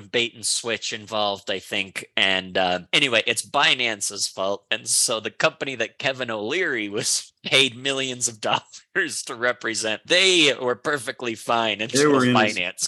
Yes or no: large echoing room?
no